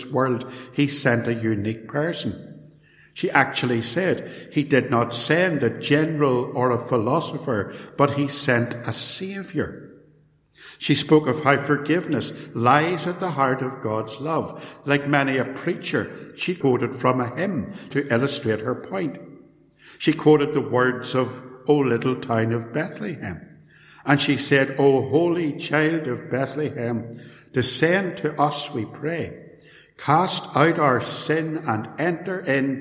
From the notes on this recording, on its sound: a sermon preached at Templepatrick Reformed Church